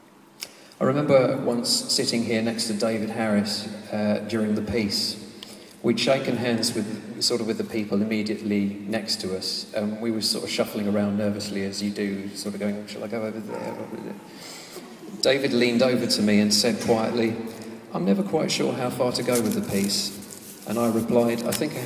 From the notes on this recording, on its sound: This podcast was recorded in the Eucharist Service. At the home of the Moot Community at the Guild Church of St Mary Aldermary.